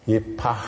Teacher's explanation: It's a missing sound in our English vocabulary. And that's a long, breathed out sound, an outgoing, long, drawn out sound. · Term: het